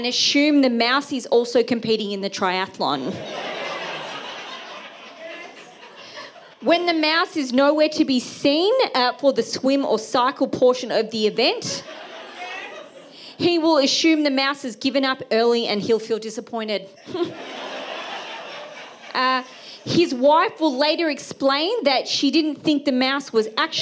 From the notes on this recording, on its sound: For the Wheeler Centre’s 2023 end-of-year showcase. The following recording is an excerpt from the event. At The Wheeler Centre.